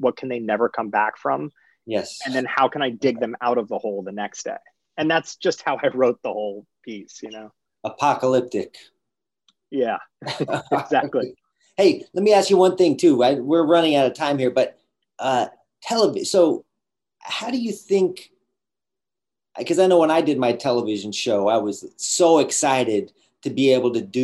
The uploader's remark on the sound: in a spoiler-filled virtual Q&A